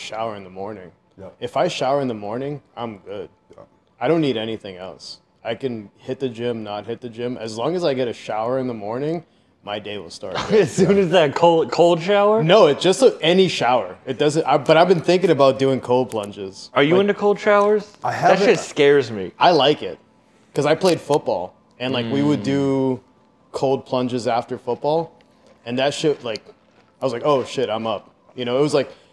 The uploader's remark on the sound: This episode was recorded at Union Coffee in Milford, NH.